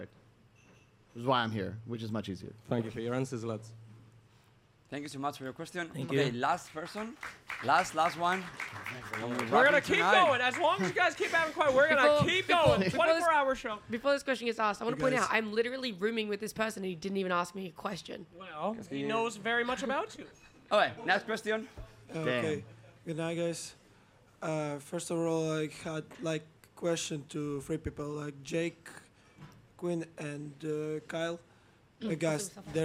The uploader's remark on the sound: Live from Stockholm Major. The 2nd day of our live show in Stockholm, with more guests, more fans and a lot of chaos!